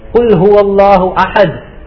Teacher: குல் ஹுவல்லாஹு அஹத், கடைசியில தால் வந்திருக்குது, அஹத் என்று சொல்லி நாங்க நிபாட்டாம அஹத் சொல்லி அந்த தால்ல கொஞ்சம் கலக்கமாக அந்த தாலை நாங்க ஓதணும் · Term: அல் கல்கலா